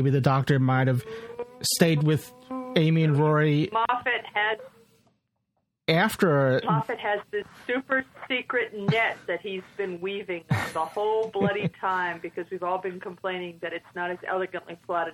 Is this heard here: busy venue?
no